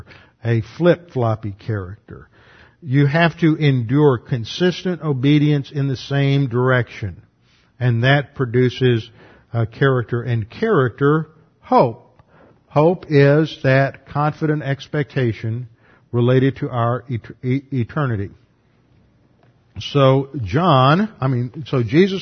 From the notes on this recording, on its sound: Revelation class taught at Preston City Bible Church before moving to West Houston Bible Church.